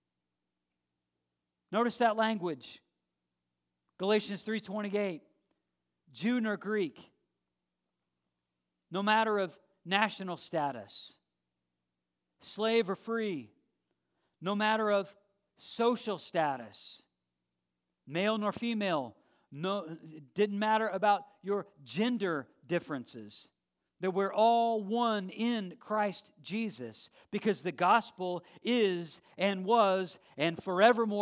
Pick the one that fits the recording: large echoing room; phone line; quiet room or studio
large echoing room